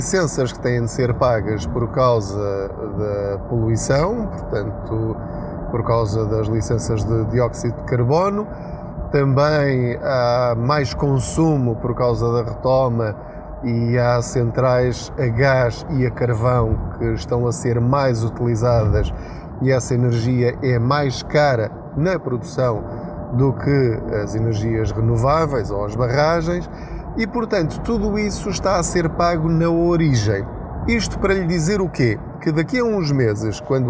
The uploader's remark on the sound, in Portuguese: Não ligue aos barulhos da viagem.